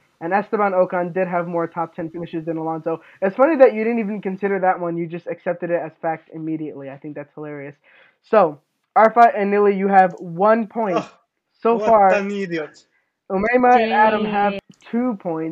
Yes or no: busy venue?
no